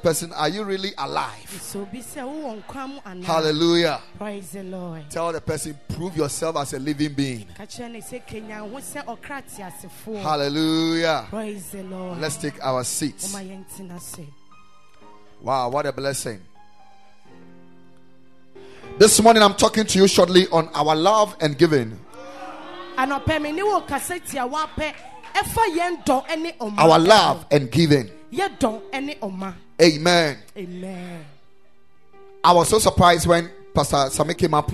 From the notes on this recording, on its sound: Preached at the Ekklesia Chapel